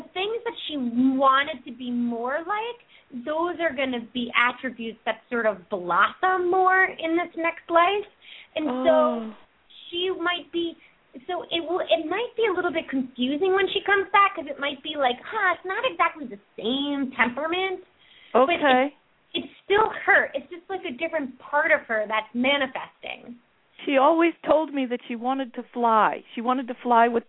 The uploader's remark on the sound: open up the lines for listeners to call